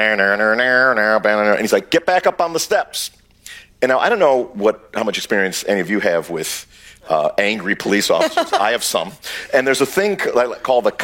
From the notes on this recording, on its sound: Recorded March 2, 2023 at the Upfront Summit.